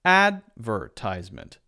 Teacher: In American English, if you say that, advertisement, the first syllable is stressed.